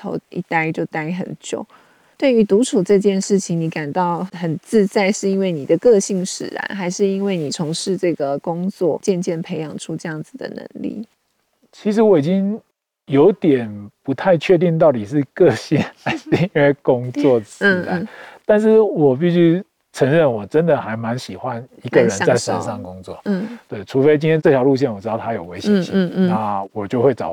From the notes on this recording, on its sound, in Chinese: 本集非常特別，我們來到山林中錄音。在戶外席地而坐。